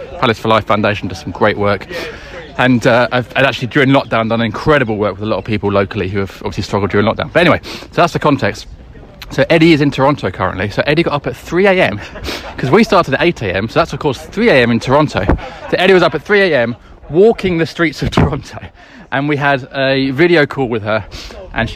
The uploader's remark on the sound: We're back doing the Palace For Life Marathon March, walking the streets and parks of South London to raise money for the people of South London.